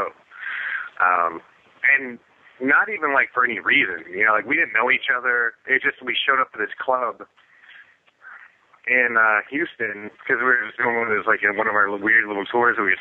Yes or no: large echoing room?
no